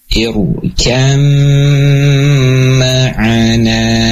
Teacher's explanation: Perkolahnya hilang ya. Dan huruf ba-nya hilang, masuk ke dalam huruf yang kedua, ke dalam huruf mim. · Term: idgham